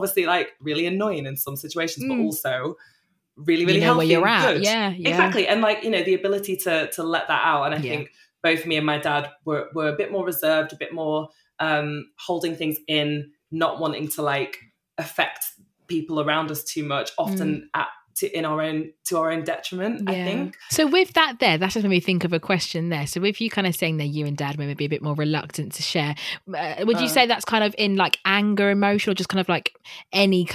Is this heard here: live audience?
no